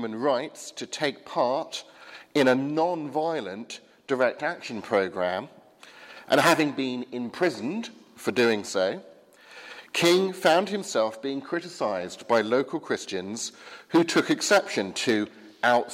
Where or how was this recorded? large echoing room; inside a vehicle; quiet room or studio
large echoing room